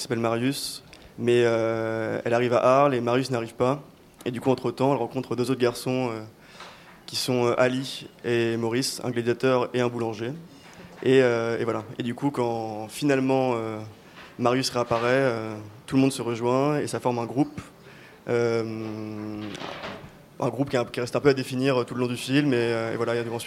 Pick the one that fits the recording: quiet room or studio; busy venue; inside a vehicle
busy venue